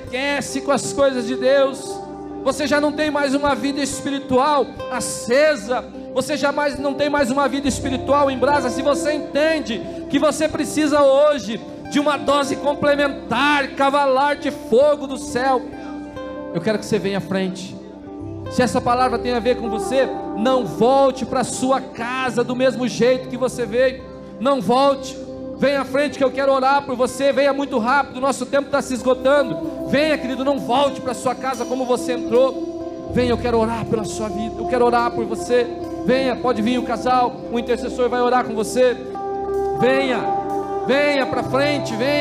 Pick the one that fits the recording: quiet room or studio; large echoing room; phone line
large echoing room